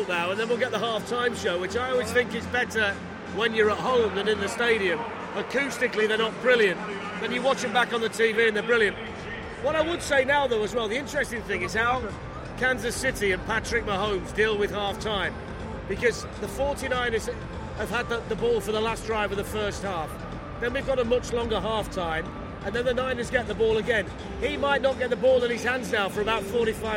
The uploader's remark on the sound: Recorded in 4 parts during the Super Bowl between the Kansas City Chiefs & San Francisco 49ers in Miami at the Hard Rock Stadium.